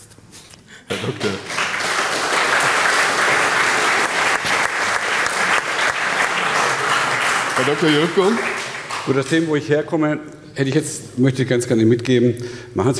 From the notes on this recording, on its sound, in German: In dieser Sondersendung live vom Bodensee Business Forum in Friedrichshafen